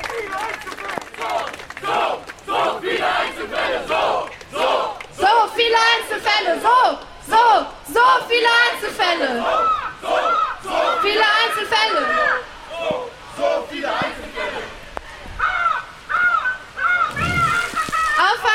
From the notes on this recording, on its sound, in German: Mitschnitt der Großdemonstration im Gedenken des von der Polizei ermordeten Mouhamed Lamine Dramé.